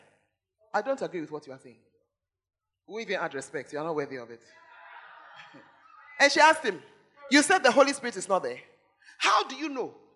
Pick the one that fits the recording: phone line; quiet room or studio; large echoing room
large echoing room